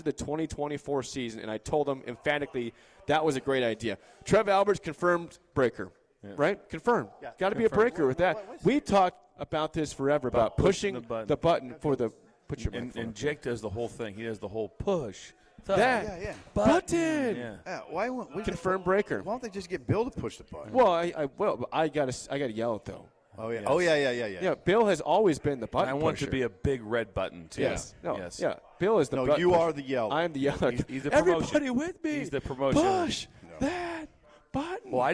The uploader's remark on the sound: We are LIVE from Double Eagle Golf